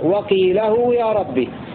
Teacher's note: وقرأ الباقون بفتح اللام وضم الهاء وصلتها بواو هكذا: وقيله يا ربي، عطفا على محل لفظ الساعة، أي وعنده أن يعلم الساعة ويعلم قيله.